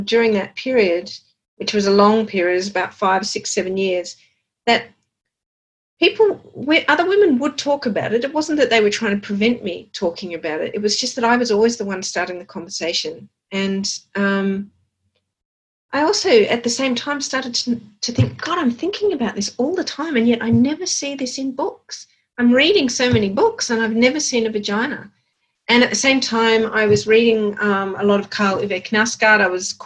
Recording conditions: video call